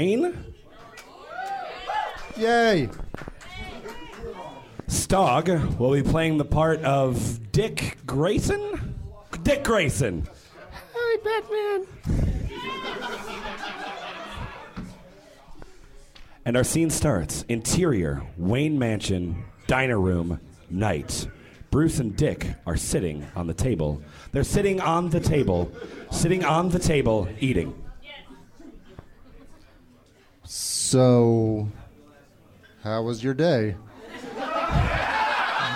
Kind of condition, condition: setting, busy venue